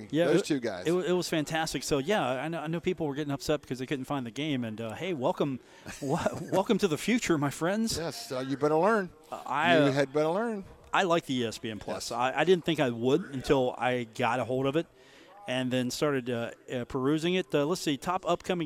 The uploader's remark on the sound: live from The Union Pub and Grill